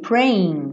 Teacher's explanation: repara o G, que não é pronunciado